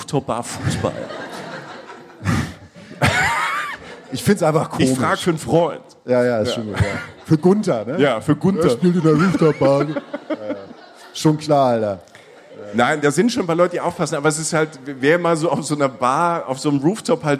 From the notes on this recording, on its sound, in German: Live aufgenommen auf unserer „Reisen Reisen – Der Podcast“-Tour in Berlin. Live aus Berlin!